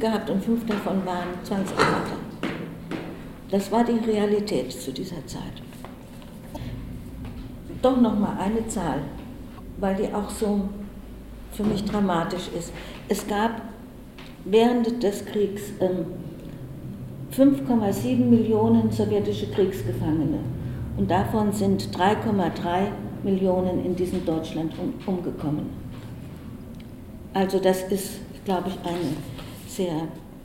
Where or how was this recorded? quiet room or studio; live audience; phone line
live audience